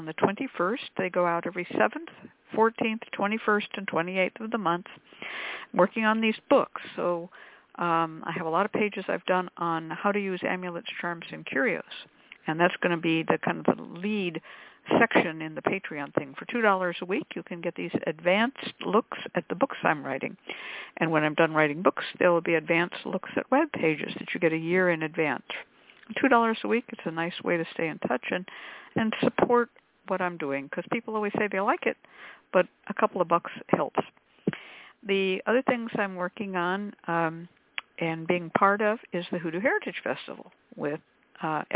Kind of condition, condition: link, phone line